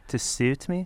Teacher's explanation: sort of a semi-liquid U after the S, which is great, but not an over-rounding of the lips